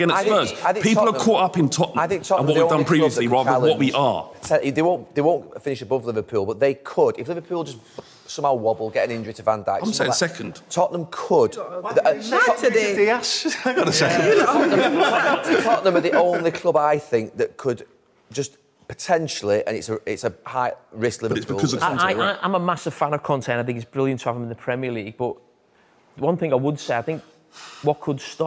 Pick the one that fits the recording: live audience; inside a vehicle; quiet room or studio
live audience